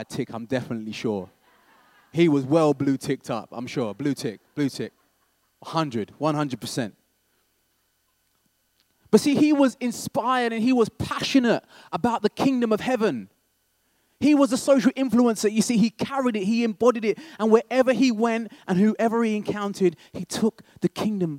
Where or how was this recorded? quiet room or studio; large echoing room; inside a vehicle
large echoing room